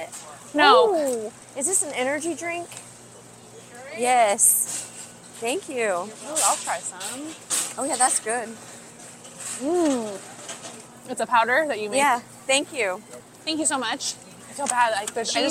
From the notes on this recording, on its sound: A Friday afternoon trip to Costco.